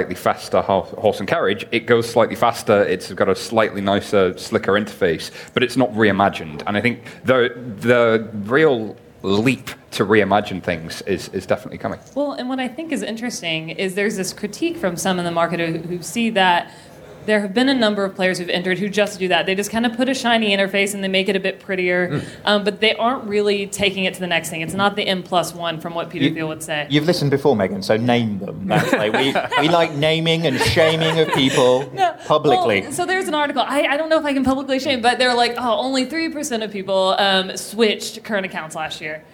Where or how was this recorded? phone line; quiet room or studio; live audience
live audience